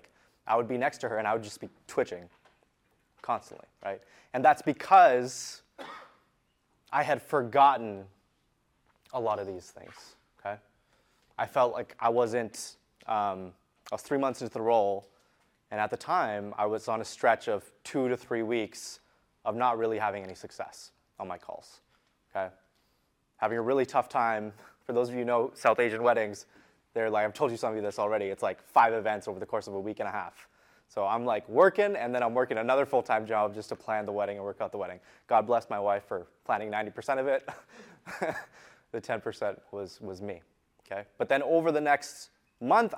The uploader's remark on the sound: Today’s episode is an excerpt from a workshop I delivered at our recent Untap Your Sales Potential mastermind in Austin Texas.